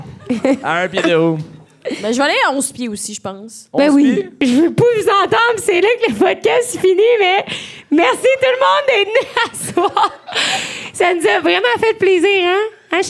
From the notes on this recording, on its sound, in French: Live à Sherbrooke. Voici notre deuxième podcast DEVANT PUBLIC à Sherbrooke. On a l'énergie du publique avec nous.